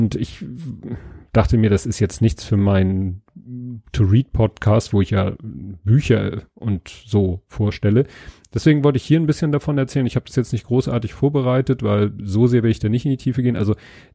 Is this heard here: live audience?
no